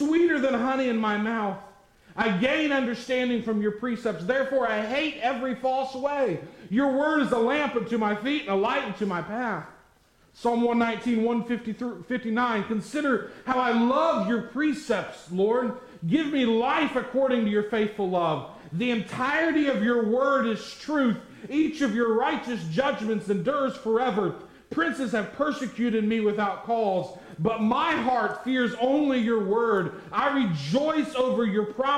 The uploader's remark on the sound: at the Tarrant Bible Methodist Church